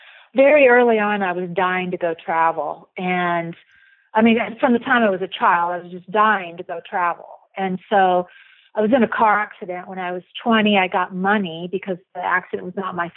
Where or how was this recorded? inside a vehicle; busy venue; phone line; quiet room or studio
phone line